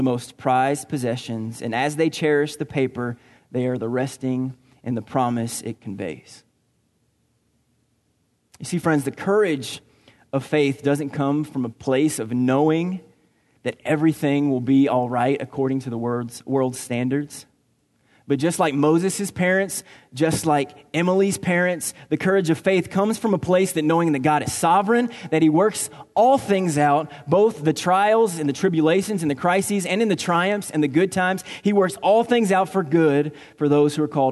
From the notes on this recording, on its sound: Recorded on June 9, 2019 at Graceland Baptist Church in New Albany, Indiana.